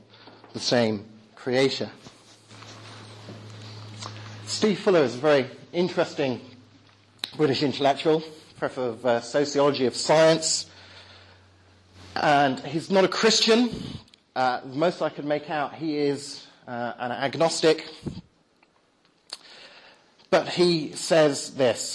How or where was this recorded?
large echoing room